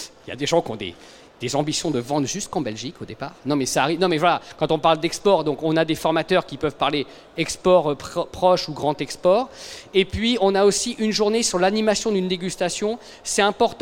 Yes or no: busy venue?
yes